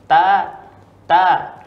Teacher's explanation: Ta ujung lidah bertemu dengan pangkal gigi seri bagian atas